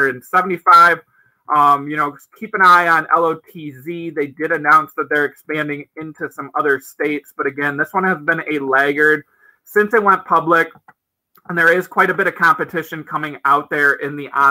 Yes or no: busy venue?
no